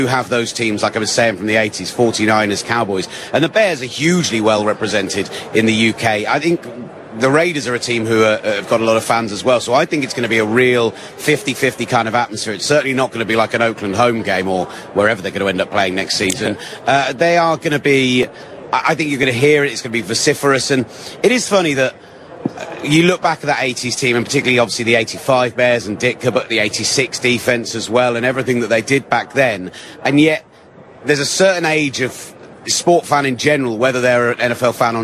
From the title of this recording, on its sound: Live From Radio Row